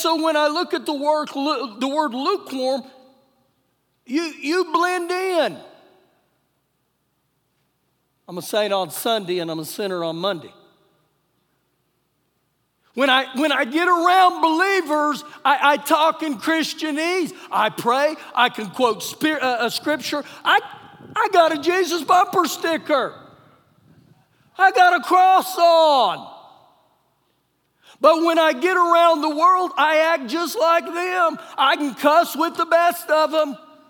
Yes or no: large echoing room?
yes